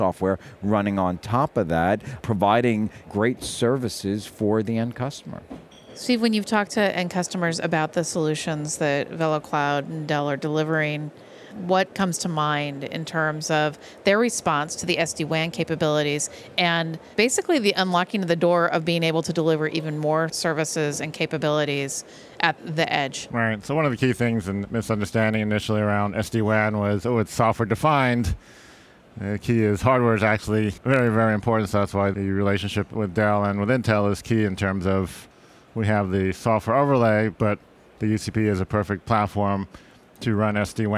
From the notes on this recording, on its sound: In this archive of a livecast interview from Mobile World Congress in Barcelona, Spain.